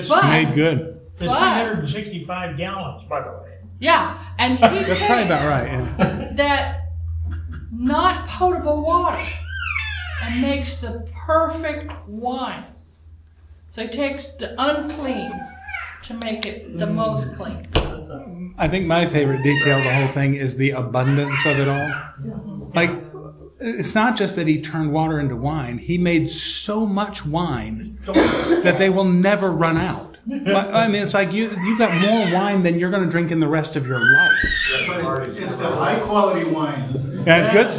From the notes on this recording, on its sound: This episode was recorded live at Holy Trinity Lutheran Church in Rogers, AR.